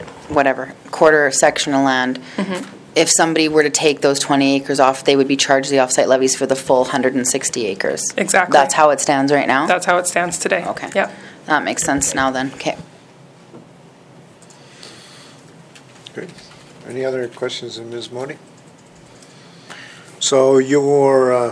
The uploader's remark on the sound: Audio recording of the October 26, 2015 Regular Meeting of Peace River's Town Council.